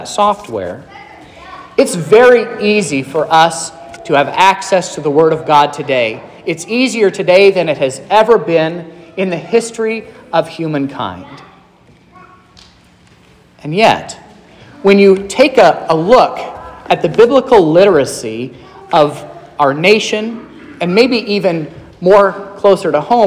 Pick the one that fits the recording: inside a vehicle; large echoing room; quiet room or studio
large echoing room